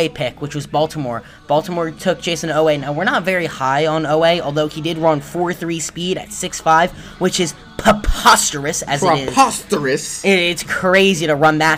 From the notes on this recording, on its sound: We recorded this episode LIVE during the NFL draft from the basement of my dorm in Wiley Hall at Purdue University where we could get live reactions to draft picks.